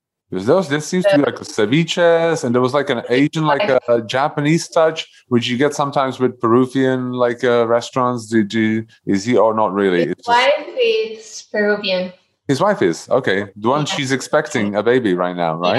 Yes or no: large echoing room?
no